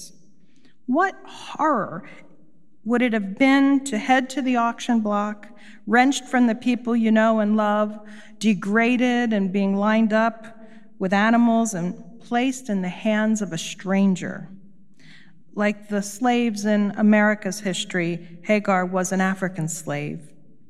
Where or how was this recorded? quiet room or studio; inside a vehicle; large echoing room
large echoing room